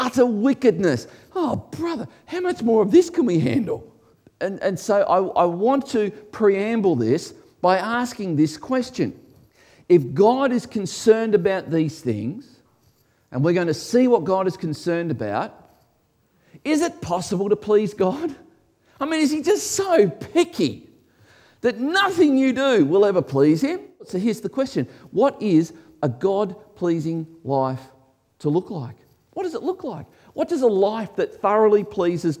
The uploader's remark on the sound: This was originally recorded before a Live audience